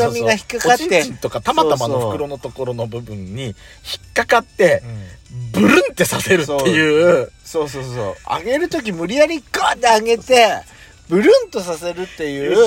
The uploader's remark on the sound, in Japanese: パーキング収録